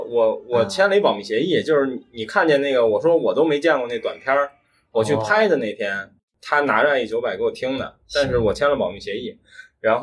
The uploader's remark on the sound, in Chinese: 这次来到了成都。打开手机语音备忘录放在听音室凳子上，就有了这一期节目。敌台展会欢聚一堂的节目一向用手机录制，音质不好赖他们。